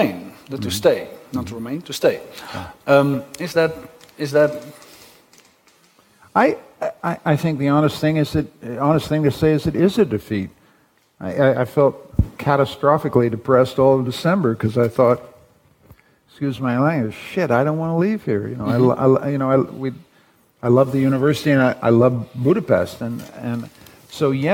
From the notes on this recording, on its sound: Broadcasted live in De Balie in Amsterdam